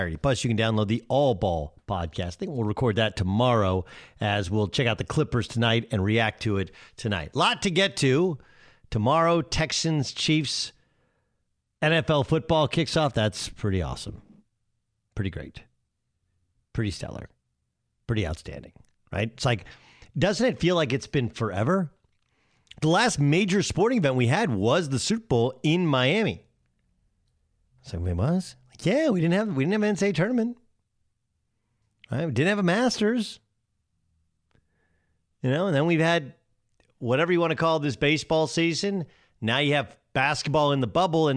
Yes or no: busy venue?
no